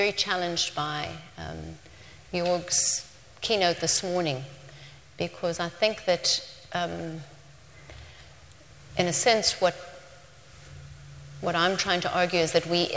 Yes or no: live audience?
yes